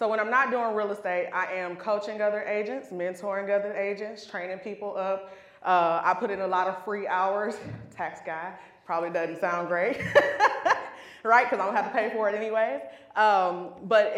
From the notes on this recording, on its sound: This was live at the Do The Most Conference 2022 in Dallas, TX.